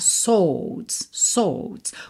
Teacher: como se fosse um S, O bem longo, meio fechado, e D, S já